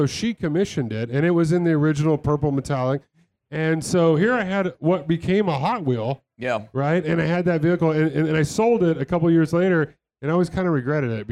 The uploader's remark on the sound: SEMA SHOW 2019 An Automotive Celebrity Mash-Up from the Shell Pioneering Performance Stage. Rock the Shell Pioneering Performance LIVE Stage at the SEMA Show in Las Vegas.